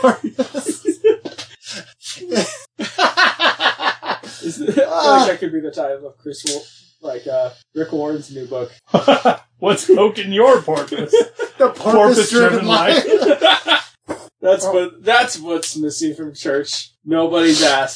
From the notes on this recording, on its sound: Sadly the audio failed